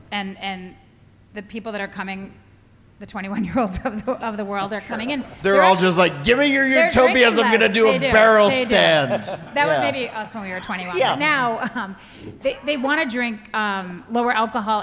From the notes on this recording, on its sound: A special live audience episode of the podcast. Recorded on location at Jack's Abby Craft Lagers in Framingham, Massachusetts.